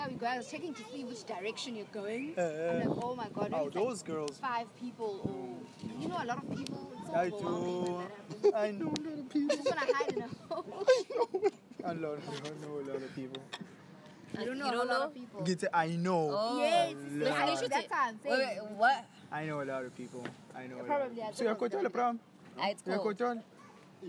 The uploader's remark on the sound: The conversation takes place outdoors in a famous road in Durban known as Florida.